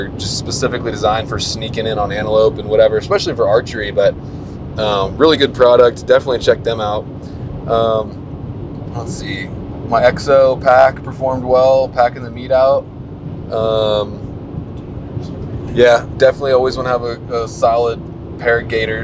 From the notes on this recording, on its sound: As we roll down the highway from Casper to Denver, headed home. Apologies for the background noise.